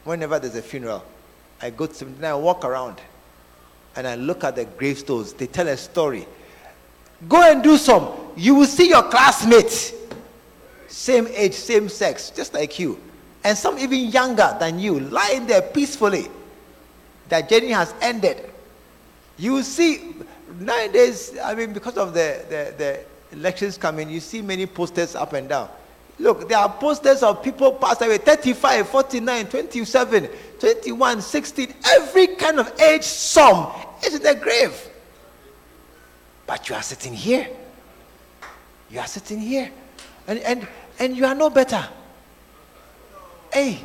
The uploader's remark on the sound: Preached At The Art Of Evangelism Conference